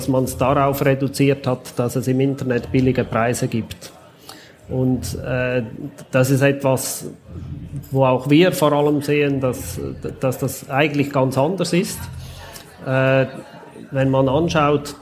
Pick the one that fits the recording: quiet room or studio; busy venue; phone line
busy venue